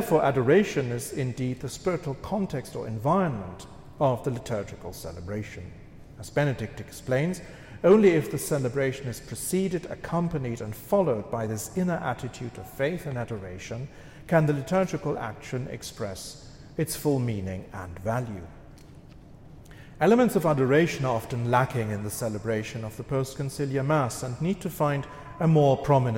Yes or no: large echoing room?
yes